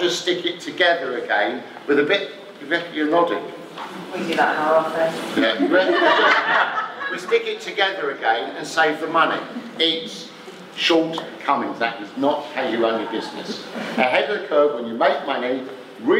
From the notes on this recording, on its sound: a 'live' Q &